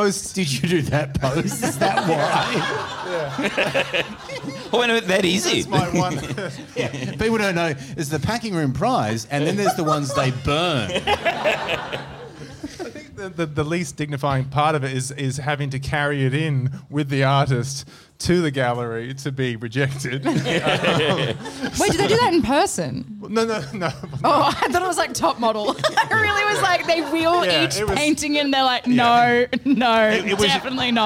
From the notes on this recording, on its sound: The Chaser Report Live & Arty was recorded on the 17th of November at The Tap Gallery.